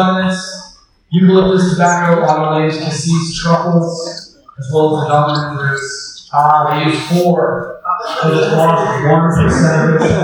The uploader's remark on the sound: The event took place in a large barrel room, so I apologize upfront for the quality of the sound